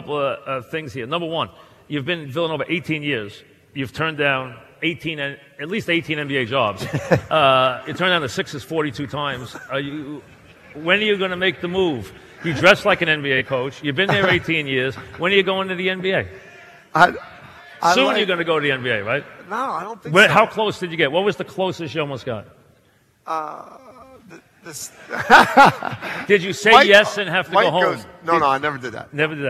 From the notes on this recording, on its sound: Live at the Tilles Center